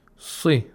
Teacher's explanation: We don't apply too much tafkhim. We try to observe the characteristics of kasra, actually. Yeah, we should pronounce the sound of kasra should be preserved.